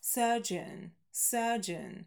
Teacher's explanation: Scientists, ученый, science, трифтонг, science, scientists, scientists, sir, surgeon, хирург, тоже долгий шва, звук ударный